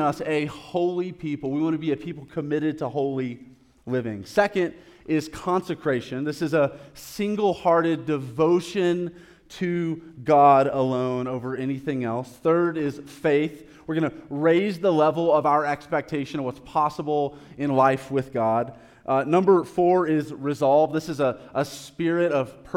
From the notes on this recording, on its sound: live recorded sermon from the Sunday gathering at The Heights Church Denver